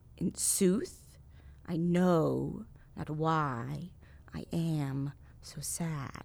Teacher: So he pairs in couplets every two syllables, technically would be unstressed, stressed, unstressed, stressed, unstressed, stressed